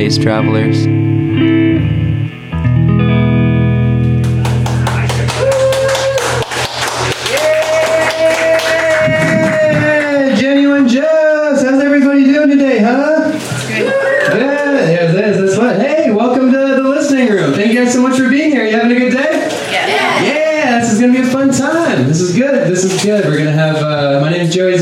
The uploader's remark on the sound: Live from Genuine Joe's